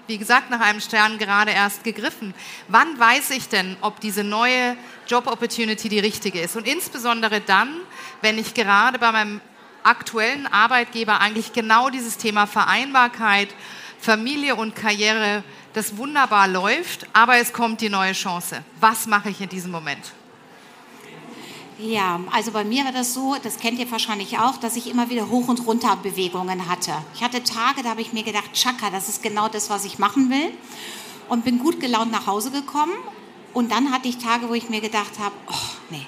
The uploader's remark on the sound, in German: Eine Diskussion im Panel und mit dem Publikum